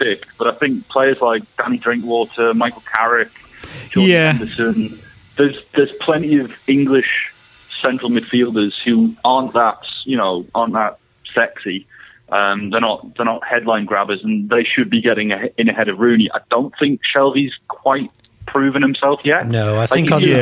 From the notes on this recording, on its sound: on the phone